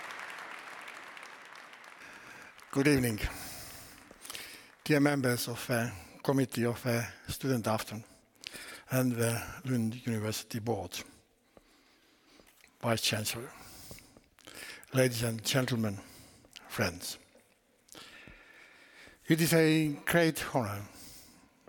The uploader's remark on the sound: The evening was held at the Lund University Aula and ended with a Q&A with the audience.